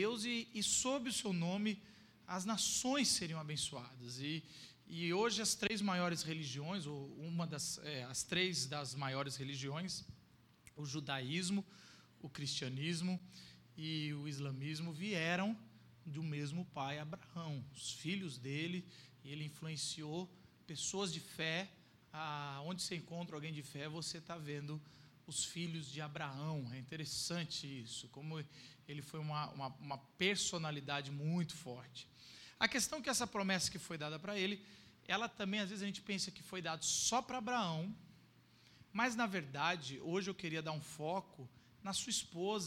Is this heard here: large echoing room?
yes